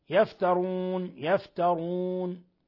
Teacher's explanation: لاحظوا تفخيم الراء لأنها مضمومة